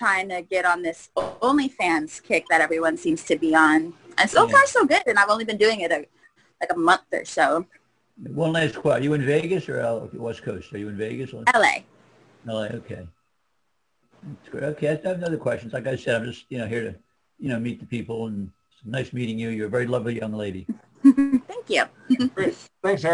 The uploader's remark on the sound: appeared on our Zoom Show on 10/11/2020